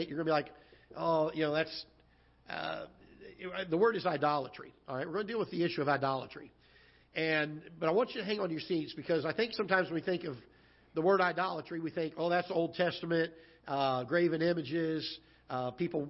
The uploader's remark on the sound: Ketha Heights Baptist Church ~ Live Broadcast